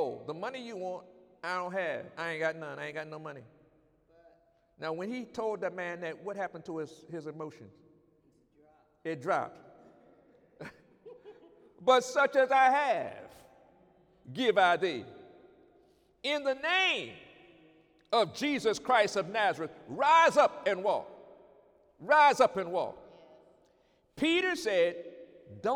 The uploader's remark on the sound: During Sunday morning service on November 17, 2019